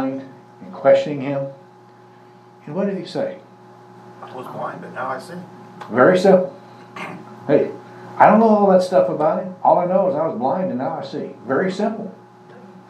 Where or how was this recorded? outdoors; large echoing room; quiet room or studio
large echoing room